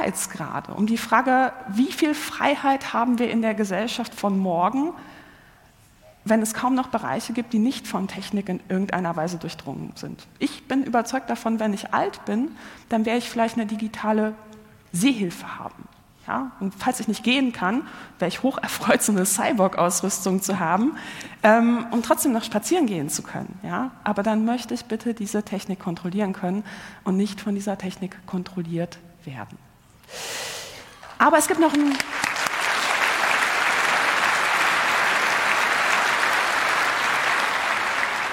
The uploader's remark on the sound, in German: Der 37C3 öffnet seine Pforten und heißt das Publikum herzlich willkommen.